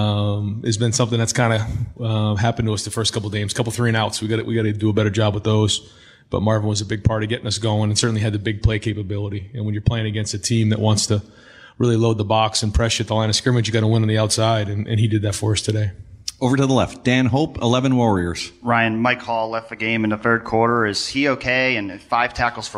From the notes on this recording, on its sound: During this news conference